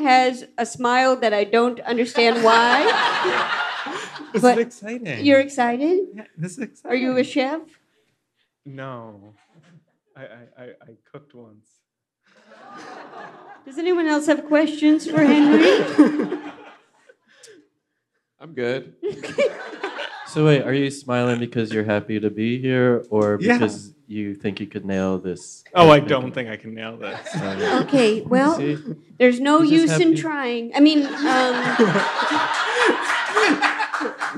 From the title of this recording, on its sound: LIVE from Housing Works Bookstore in New York City